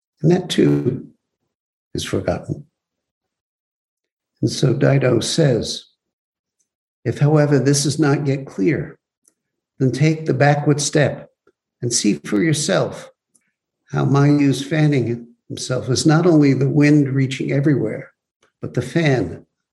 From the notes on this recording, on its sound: Zoom Broadcast